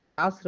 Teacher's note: العصر الراء هنا ساكنة والصاد قبلها ساكنة، هضطر أرجع لحركة العين مفتوحة، العصر برضو هتفخم